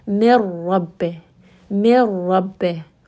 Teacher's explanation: Now you can hear that going up into the nose. And the second one is without ghunna, meaning that you will not pronounce this nun sound at all